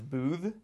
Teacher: being from Virginia, he used the voiced TH sound, which is booth.